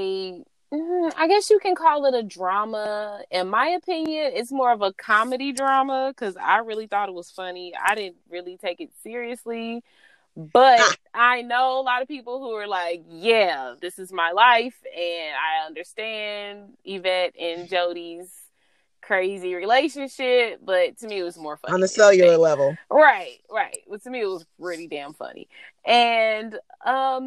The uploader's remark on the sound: recording in her dad’s car